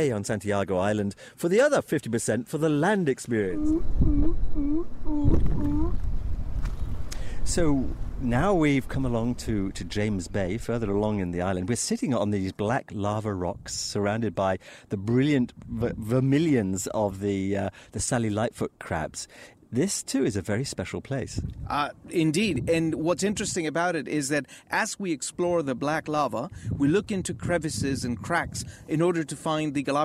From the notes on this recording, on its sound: on location aboard the Yacht Isabela II, afloat in the Pacific Ocean